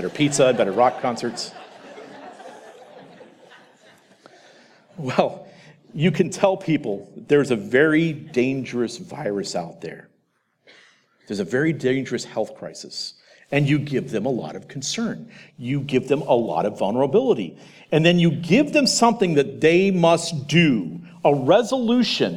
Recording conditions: live audience